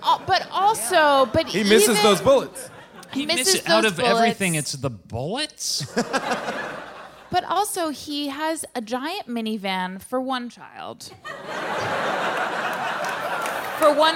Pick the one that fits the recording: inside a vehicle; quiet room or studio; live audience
live audience